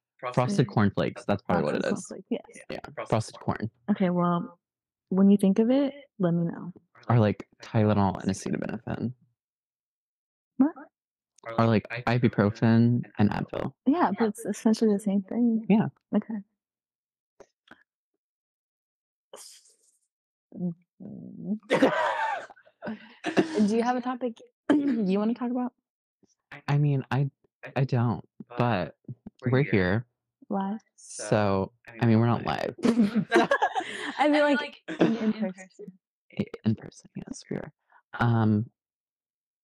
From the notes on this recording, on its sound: Please bare with the audio problems just for this first episode